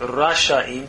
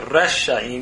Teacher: we shorten the first consonant, Rasha'im, to Resha'im, because we're hurrying to get to the end in the pronunciation. So it's shortened there then.